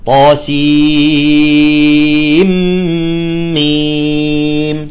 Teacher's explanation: أتت النون الساكنة والميم في كلمة واحدة ولكن قرأها حفص عن عاصم من طريق شاطبي بالإدغام